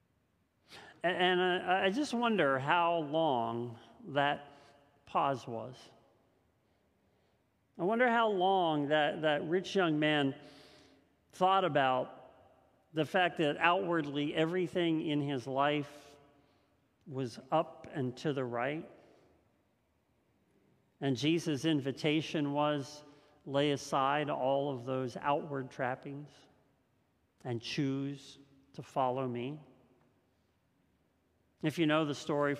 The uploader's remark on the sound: This message was first preached on October 10th 2021 at Linglestown Life Church in Harrisburg PA.